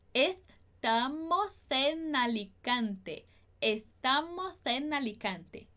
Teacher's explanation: a gente vai juntar o S de estamos com E de en